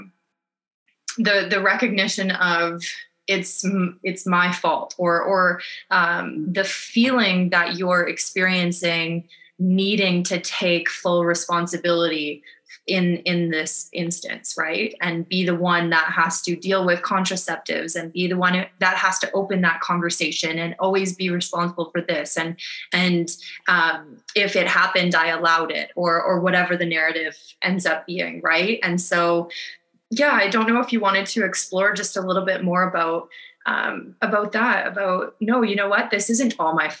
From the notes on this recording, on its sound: Live Session with Empowered Living. Recorded a live zoom counselling session.